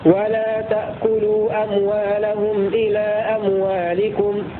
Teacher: قالون بالقصر وسكون الميم